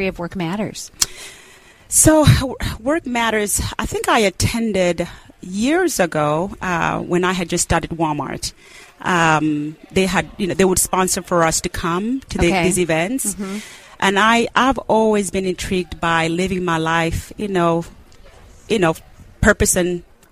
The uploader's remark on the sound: We interviewed business owners and leaders from across the spectrum at this year’s Workmatters Conference in Rogers, Arkansas